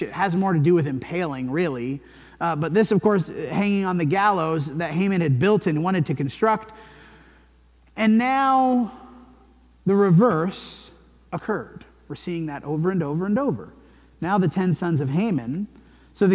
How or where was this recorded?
large echoing room